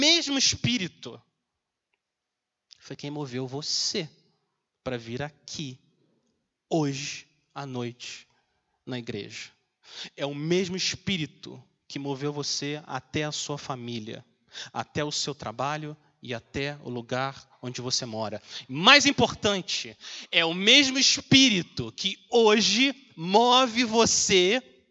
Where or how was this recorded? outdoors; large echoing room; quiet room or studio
large echoing room